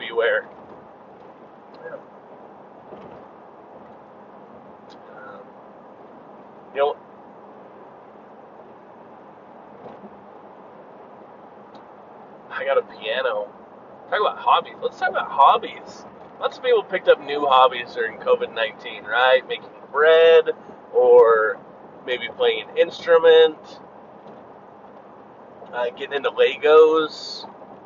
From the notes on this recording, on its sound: This was me driving and talking